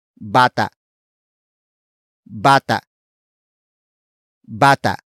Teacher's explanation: Bata is spelled as B-A-T-A. Note the glottal stop at the end.